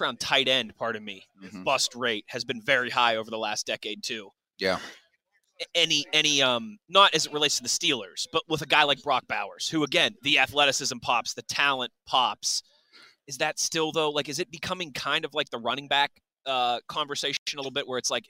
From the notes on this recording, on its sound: HR3: The Blitz LIVE from the NFL Combine.